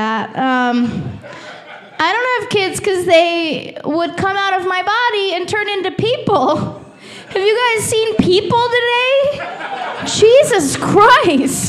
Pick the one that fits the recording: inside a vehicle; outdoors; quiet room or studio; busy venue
busy venue